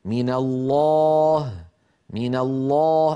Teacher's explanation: اللام في لفظ الجلالة في كلمة الله مفخمة، وسيأتي معنا بحث هذه اللام بعد قليل بإذن الله في الدروس القادمة، لأنها حرف، لأن اللام حرف مستفل ولكنه يفخم في لفظ الجلالة بشروط معينة ستأتي معنا، فهو هنا كما نرى مفخم.